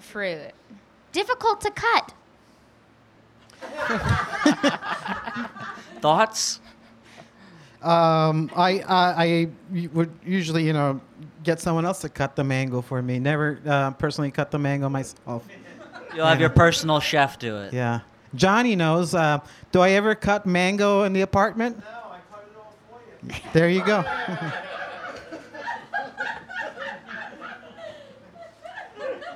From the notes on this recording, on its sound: This episode of Cat Talk was recorded live in New York City at the Experimental Comedy Gallery in Brooklyn.